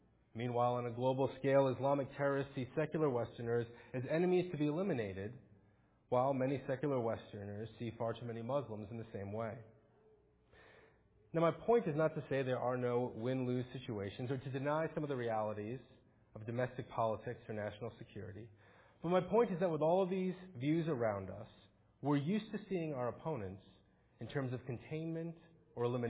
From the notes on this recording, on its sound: Faith Presbyterian Church – Morning Service